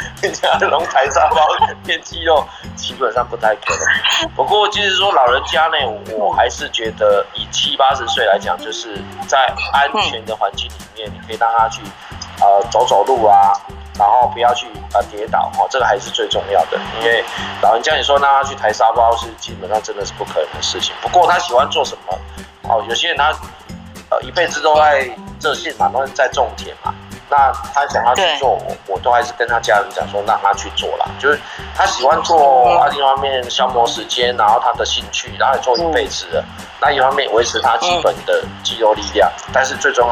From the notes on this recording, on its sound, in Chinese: 本集節目為Clubhouse側錄，音質較差，還請見諒。